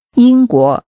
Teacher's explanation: The tones are high level and rising. Say England or English.